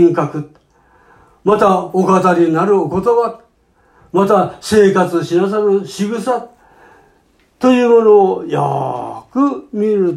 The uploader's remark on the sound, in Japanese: 2019年12月15日吉備教会礼拝メッセージ録音です。途中までです、、。